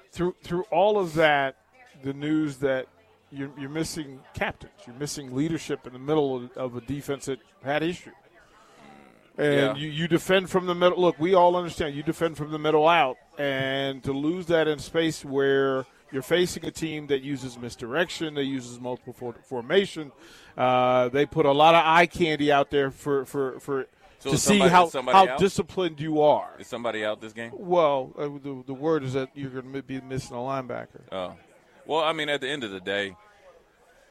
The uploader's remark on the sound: Live from Cornhusker Bank - September 2nd, 4pm